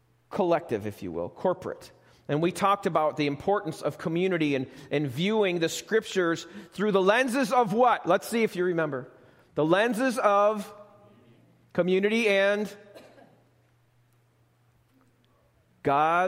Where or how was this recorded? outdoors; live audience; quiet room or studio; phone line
live audience